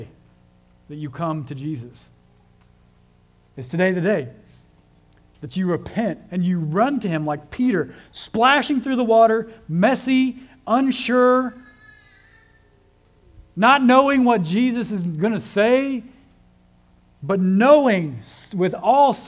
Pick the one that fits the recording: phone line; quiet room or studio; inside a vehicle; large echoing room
large echoing room